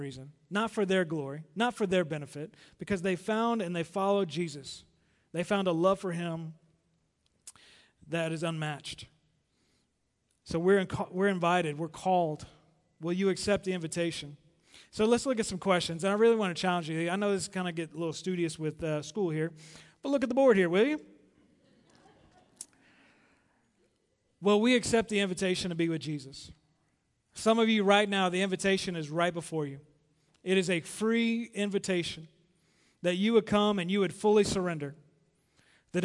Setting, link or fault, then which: setting, large echoing room